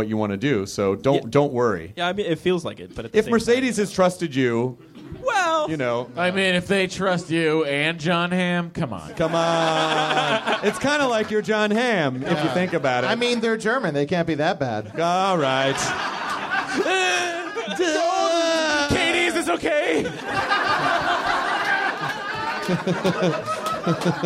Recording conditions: live audience